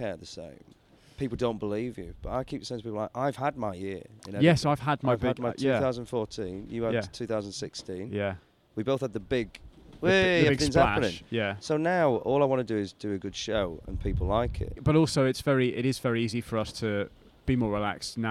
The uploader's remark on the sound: sits down in the windiest area in Edinburgh